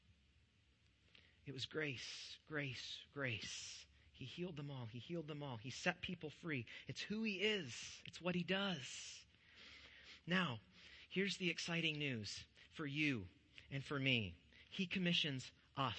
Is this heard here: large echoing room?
yes